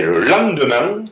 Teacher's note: Toutes les voyelles nasales sont longues en lorrain. · Term: voyelle nasale